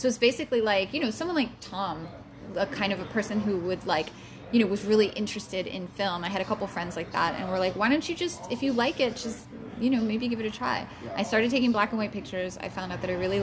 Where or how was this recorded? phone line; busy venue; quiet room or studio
busy venue